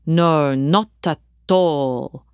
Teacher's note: His Italian accent emphasised the T sounds in this phrase, so it came out as, "No, not at all." I heard coffee cups, probably filled with a shot of espresso and a healthy dash of liquor, being picked up and placed down on our thick saucers.